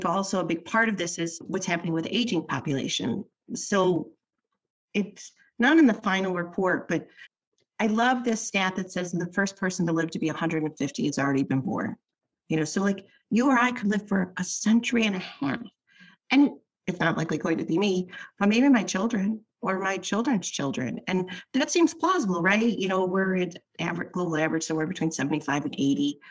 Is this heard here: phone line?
no